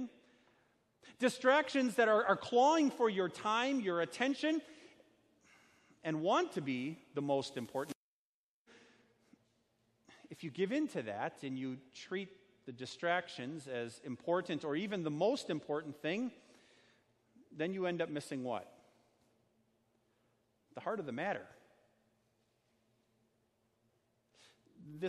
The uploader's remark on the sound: Sermon preached at Our Savior Lutheran Church in Birmingham, AL, on Sunday, October 6, 2019.